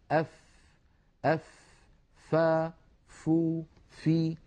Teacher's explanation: فالفاء لا تخرج من ظاهر الشفة بل من باطنها